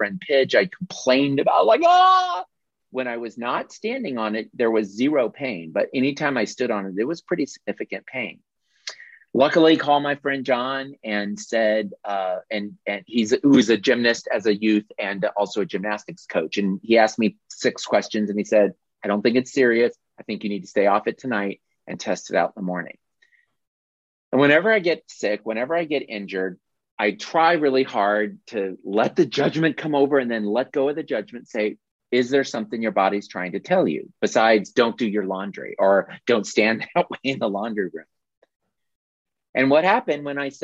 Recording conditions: video call